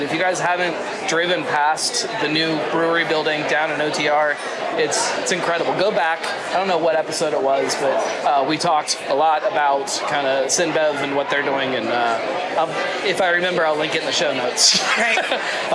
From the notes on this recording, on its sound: I never really seem to learn my lesson about recording shows on location from loud events, do I? This episode is packed full of the chaos you would expect from trying to record during a beer festival. It's loud, a little disorganized, yet a ton of fun.